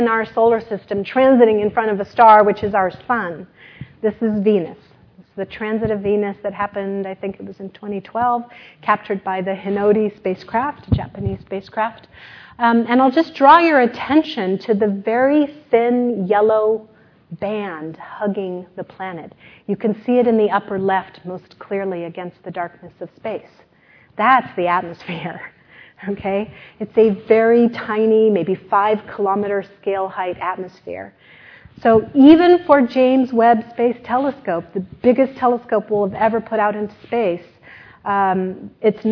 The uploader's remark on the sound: This lecture took place at the University of Sydney